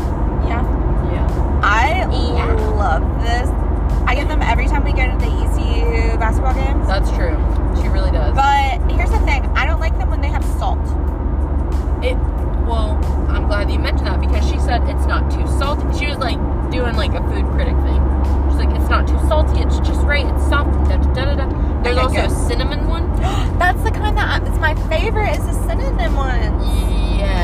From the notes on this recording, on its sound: Ofc we are in the car…